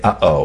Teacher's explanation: a glottal stop, that little catch in the throat we use when we say uh-oh